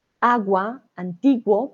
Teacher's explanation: tenemos GUA, GUO, agua, antiguo, pronunciamos la U.